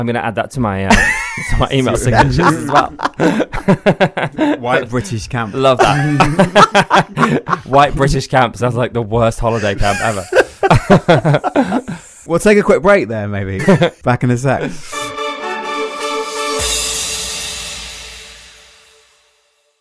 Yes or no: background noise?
no